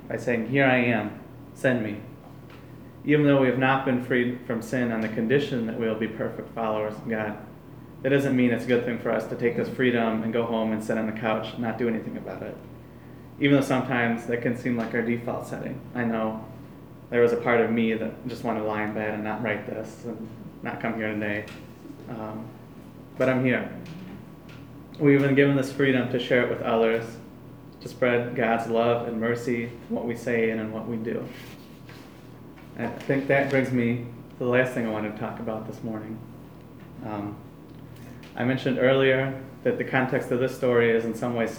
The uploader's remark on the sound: Live from Black Cloister Brewing Company